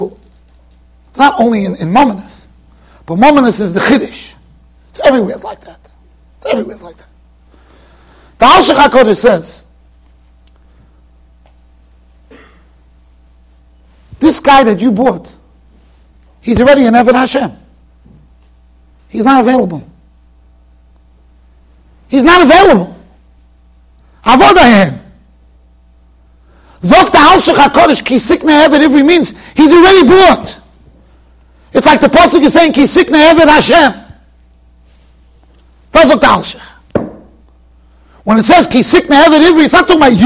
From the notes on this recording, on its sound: Shiur recorded in Yeshivas Ohr Reuven, Monsey NY.